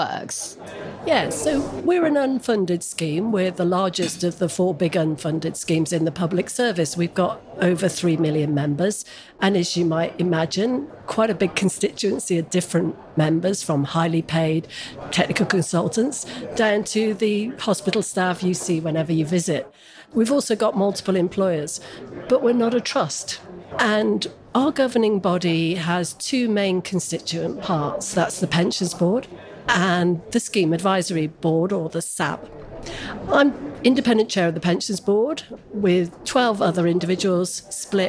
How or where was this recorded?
busy venue